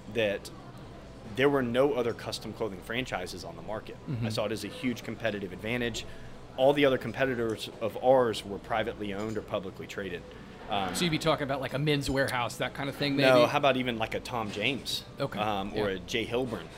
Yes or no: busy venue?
yes